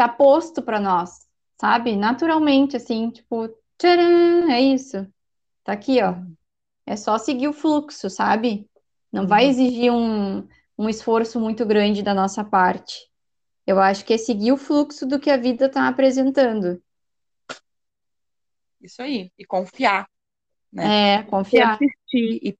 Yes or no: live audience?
no